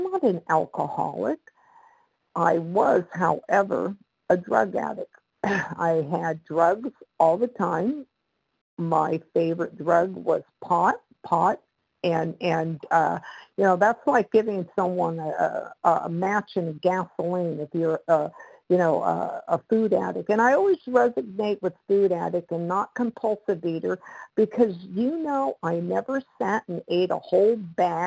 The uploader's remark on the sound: the 100 Pounders Phone Meeting, 1/10/23